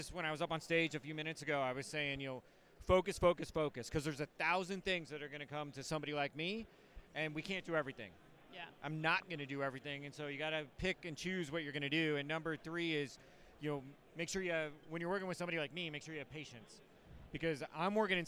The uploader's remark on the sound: Live From Manifest 2024